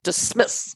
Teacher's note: the first syllable is unstressed, the second syllable is stressed